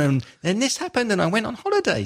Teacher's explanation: an example of pitch going up and then pitch going down